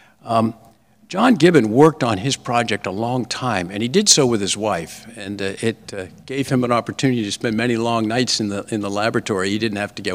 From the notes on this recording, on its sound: Lecture at ACS Clinical Congress 2023